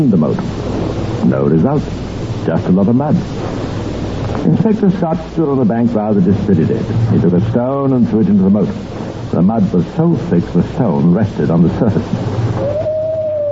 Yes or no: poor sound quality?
yes